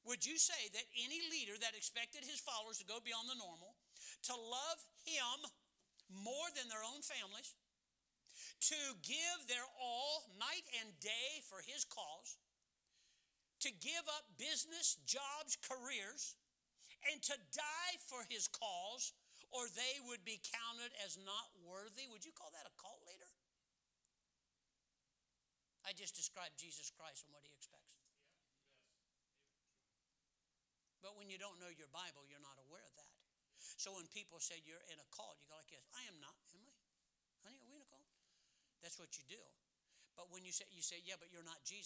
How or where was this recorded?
large echoing room